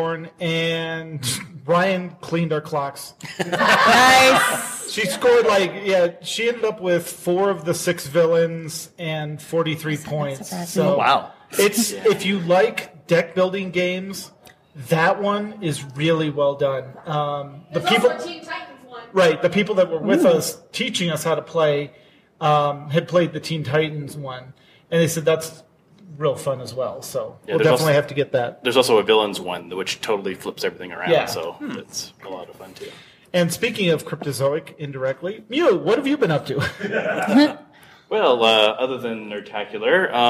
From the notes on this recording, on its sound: Live! From Nerdtacular. The first full day of content is over and we’re into the second day as we record this.